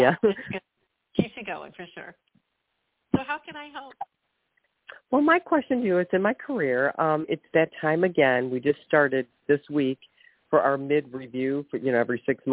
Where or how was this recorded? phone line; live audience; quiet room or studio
phone line